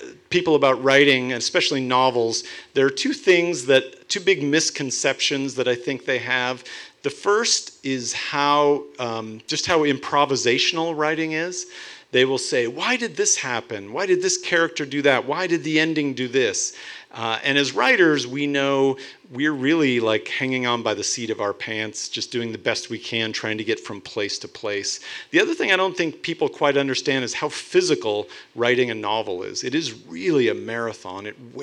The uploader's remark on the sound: On August 22nd The Inlander hosted a live Miller Cane wrap party at the Big Dipper in Spokane.